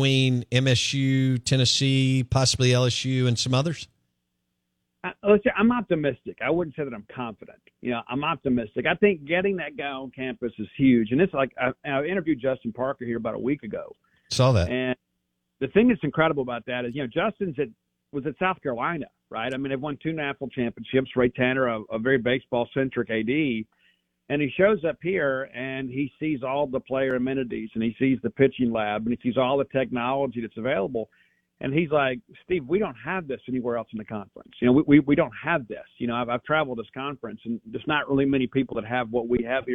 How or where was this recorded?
phone line